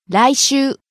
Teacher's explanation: Starting low, rising on the second syllable. い. Staying high.